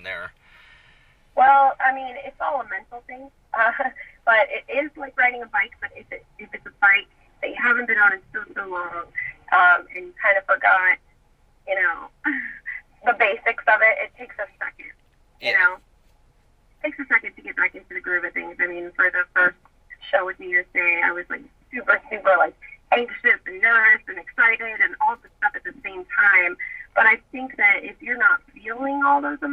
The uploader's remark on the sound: Recorded via phone call.